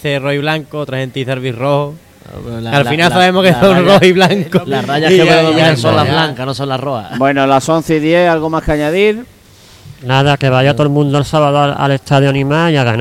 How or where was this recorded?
busy venue